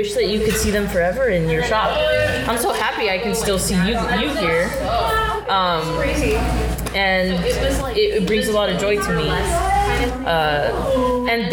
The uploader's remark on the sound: If it sounds like the episode was recorded in a coffee shop, it's because it was.